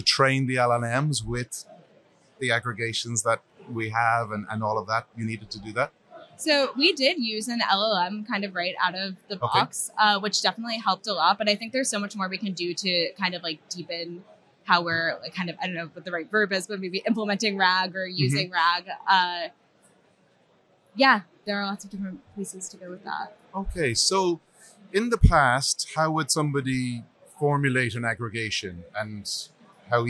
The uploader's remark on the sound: Recorded live at the MongoDB .local London conference